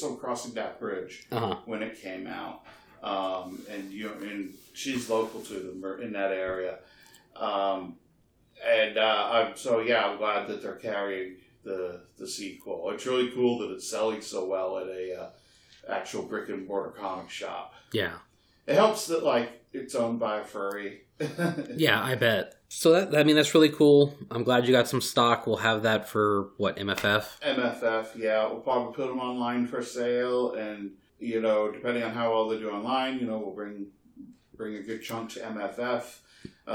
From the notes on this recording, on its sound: Since we recorded with a solo mic.